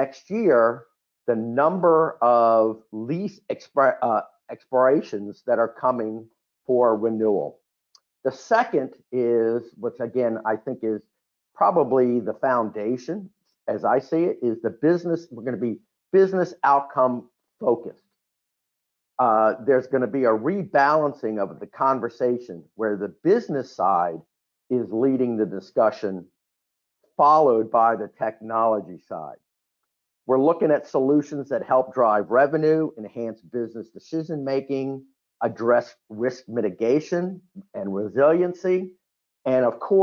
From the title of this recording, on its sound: Realcomm Webinar